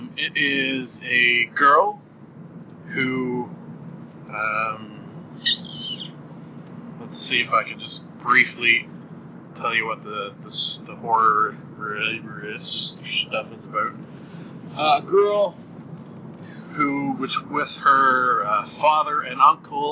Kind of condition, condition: fault, poor sound quality